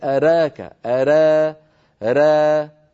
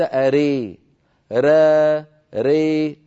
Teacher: را هذه إمالة قليلة إلى الألف أقرب، ري هذه إمالة بين الألف والياء تماما، يسميها العلماء الإمالة الكبرى وليست برواية ورش.